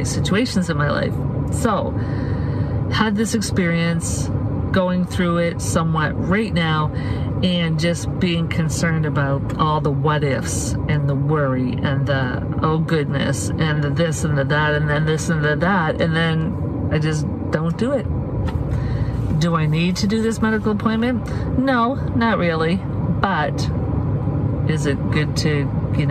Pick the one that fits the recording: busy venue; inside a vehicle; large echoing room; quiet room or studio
inside a vehicle